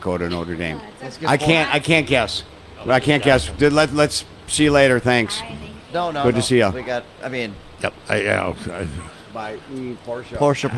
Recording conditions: busy venue